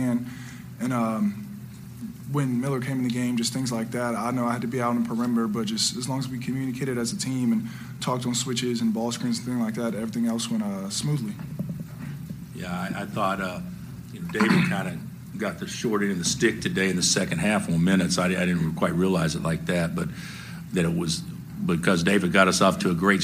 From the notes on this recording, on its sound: Postgame Audio From Kansas Elite Eight Win Over Miami. Hear the full post-game press conference.